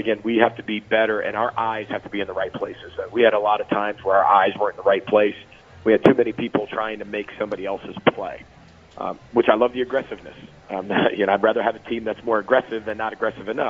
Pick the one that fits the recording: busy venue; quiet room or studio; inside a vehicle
busy venue